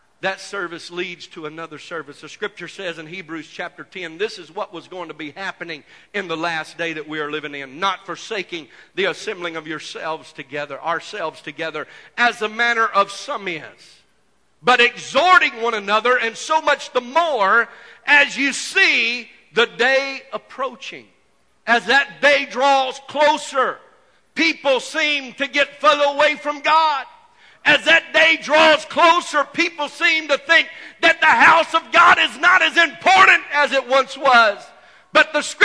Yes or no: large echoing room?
yes